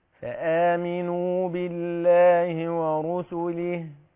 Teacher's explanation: بالكسر في اللام مع تدقيق الهاء